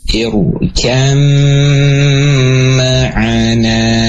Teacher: Perkuatannya hilang, ya. Dan huruf ba-nya hilang, masuk ke dalam huruf yang kedua, ke dalam huruf mim. · Term: gunah